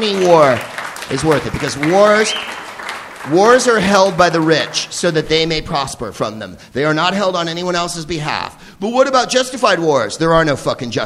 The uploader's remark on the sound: Live from The Upfront Theatre in Bellingham, WA